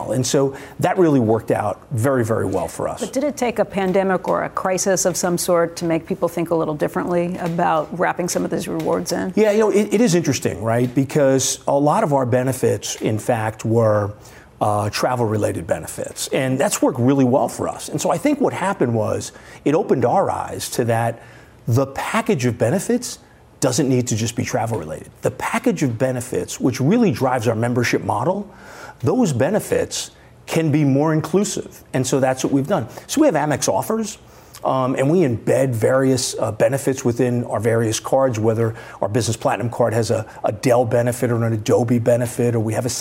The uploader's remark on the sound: live at AT&T Pebble Beach Pro Am